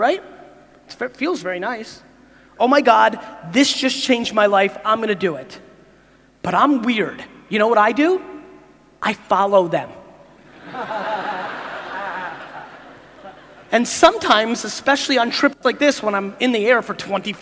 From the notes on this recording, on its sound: a 7 minute clip from a keynote I did in Jakarta earlier this year